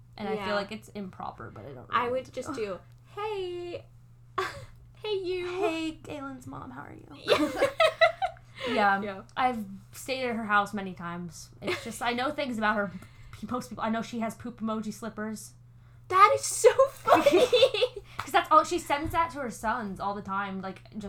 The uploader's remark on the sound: sorry about the mouth noises!